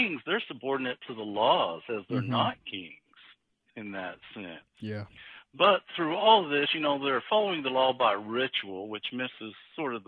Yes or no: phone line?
yes